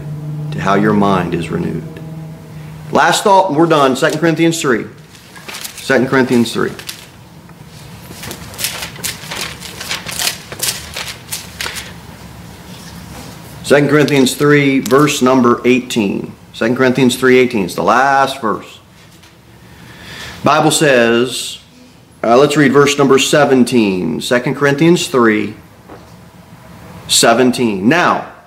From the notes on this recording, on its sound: Sermon delivered at Pilgrim Baptist Church